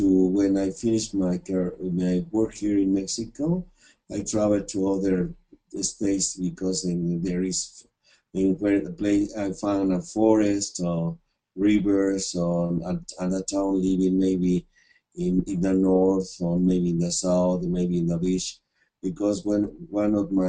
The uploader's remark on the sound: Recording of monthly VIP webinar call.